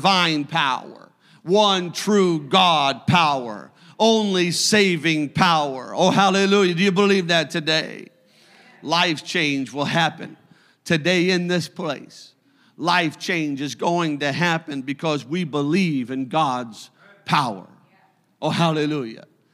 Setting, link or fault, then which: setting, large echoing room